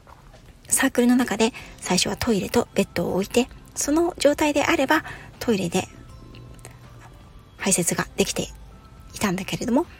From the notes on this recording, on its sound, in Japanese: 屋外収録のため、雑音が多いです